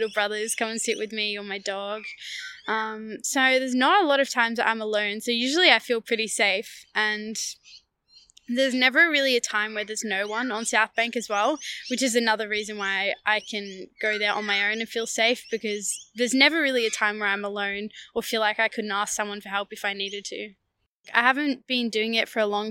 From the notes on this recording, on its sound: Interview recorded on April 22, 2022 (Birrarung Marr, between Melbourne CBD and the Yarra River)